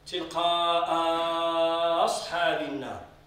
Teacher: سكون الصاد هو الذي جعل المد هناك ست حركات